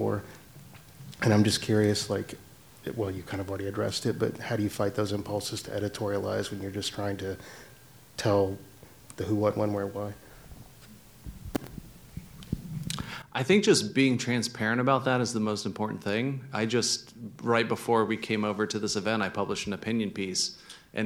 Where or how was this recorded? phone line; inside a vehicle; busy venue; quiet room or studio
busy venue